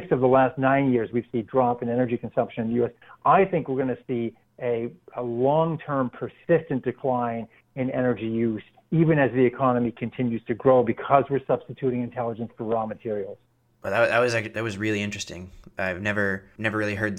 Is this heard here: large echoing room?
no